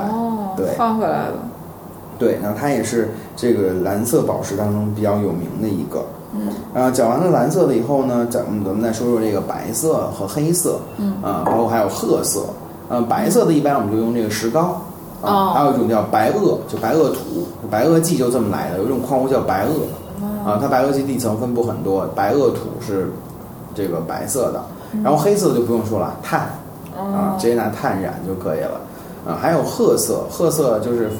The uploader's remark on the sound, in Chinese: 本期节目为在张大妈办公区用录音笔录制，可能有街道上的杂音，请见谅。